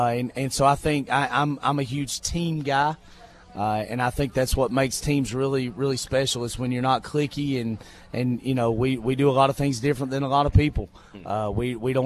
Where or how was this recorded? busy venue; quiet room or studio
busy venue